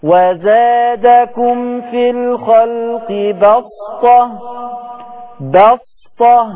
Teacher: من طريق المصباح قرئت بالصاد الخالص وزادكم في الخلق بسطة، بسطة بالصاد.